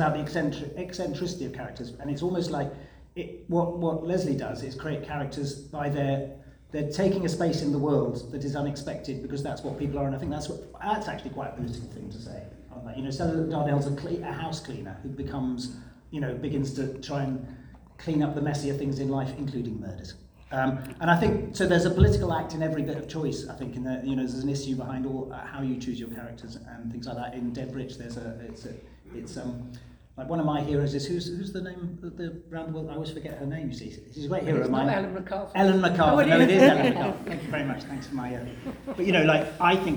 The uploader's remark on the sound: The first panel from the Darkside of Brighton held on the Old Ship Hotel on 28th October 2023.